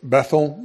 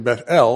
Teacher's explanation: I say Bethel because I was listening to many preachers, and one of them pronounced it that way because he put emphasis on the last syllable, E-L · Shown in: second take · because that's God's name.